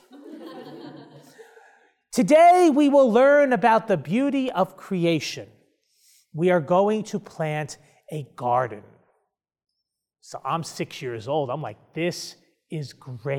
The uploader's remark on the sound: delivers his keynote address during a Catechetical Immersion Day at Franciscan University of Steubenville